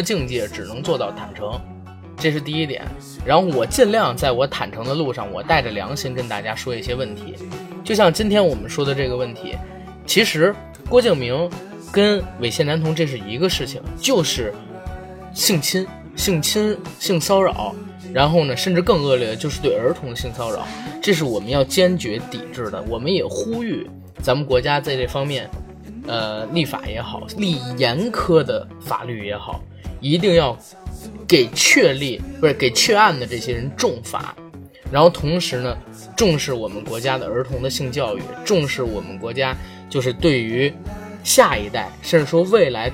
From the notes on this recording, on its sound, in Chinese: 昨晚临时起意录了这期节目，由于前期准备不足，录制场地带有杂音。